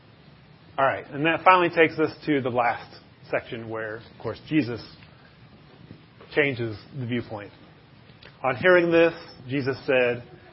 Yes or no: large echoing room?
yes